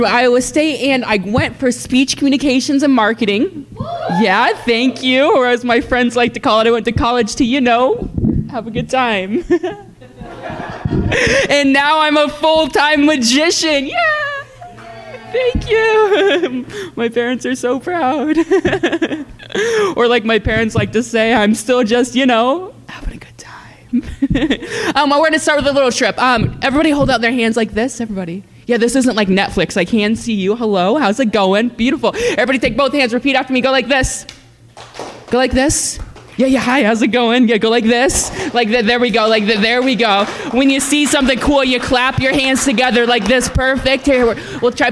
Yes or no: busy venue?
yes